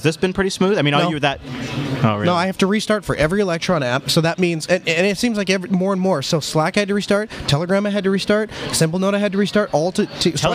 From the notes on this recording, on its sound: Our biggest live event yet, from the floor of LinuxFest Northwest 2016.